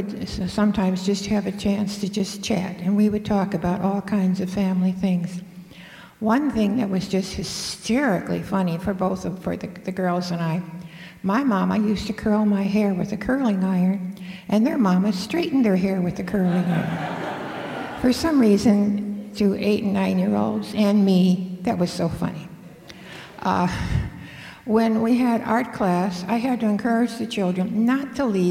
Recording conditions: live audience